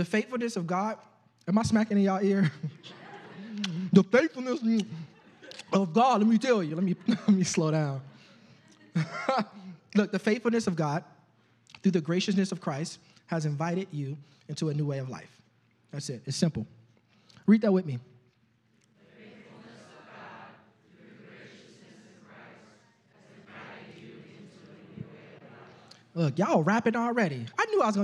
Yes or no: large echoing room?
yes